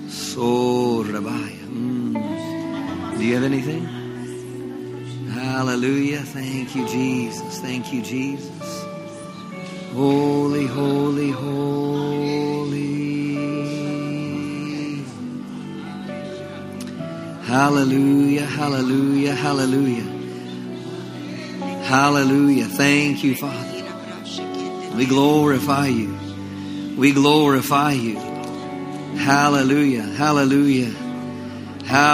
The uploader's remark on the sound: Summer Revival Nights. LIVE Midweek Service.